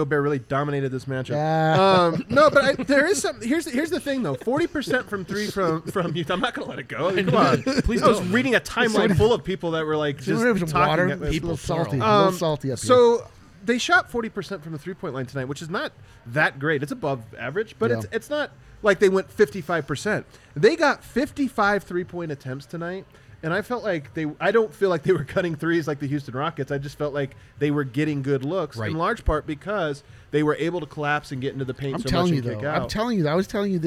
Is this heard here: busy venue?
yes